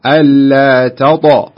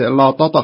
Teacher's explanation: ألا تطغوا شوف التاء فيها همس الترقيق ضعيف الترقيق، الطاء مفخمة، ألا تطغوا شوف الطاء فيها شيء من الشدة والقلقلة أيضا تساعدها · Shown in: first take